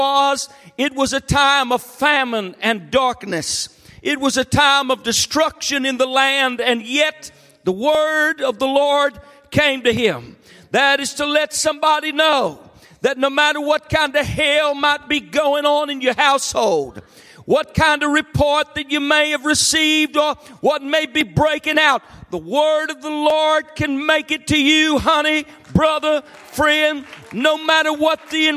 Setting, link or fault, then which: setting, large echoing room